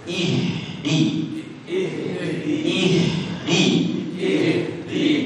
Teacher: huruf h itu ada di pangkal tenggorokan dan dia harus keluar angin dan volume angin yang keluar itu banyak sekali